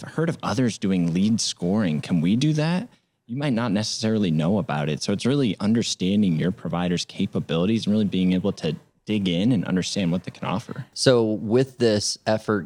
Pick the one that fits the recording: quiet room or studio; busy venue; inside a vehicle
busy venue